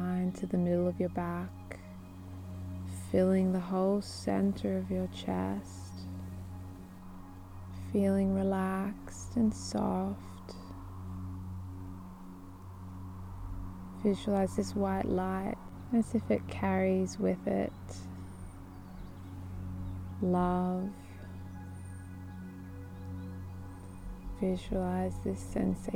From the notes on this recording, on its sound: This weeks guided meditation is a live recording from the woods of Muskoka in Ontario Canada. Listening to the gentle sounds of the wind blowing through the pine trees and birds singing as they dance through the branches.